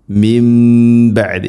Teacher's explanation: സാക്കിന നൂന് ശേഷം ബ ആണ്, ഇഖ്ലാബ് എന്നാണ് പറയുക. നൂനിനെ മീമാക്കി മാറ്റി മണിക്കണം. മിൻ ബഅദി, മിൻ ബഅദി എന്നല്ല മിൻ ബഅദി.